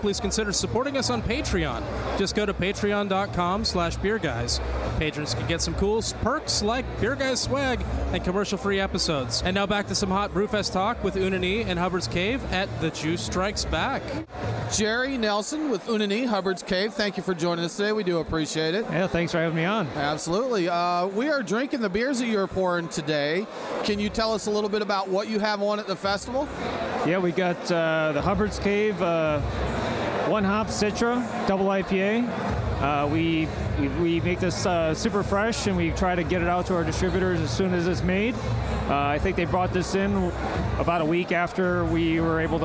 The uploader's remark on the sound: Live from The Juice Strikes Back Beer Fest!